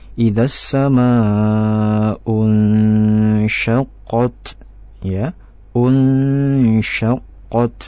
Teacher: jadi ditahan lama untuk bacaan dengungnya